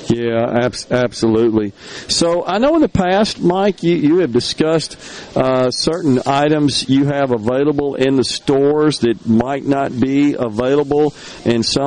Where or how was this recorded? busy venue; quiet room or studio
busy venue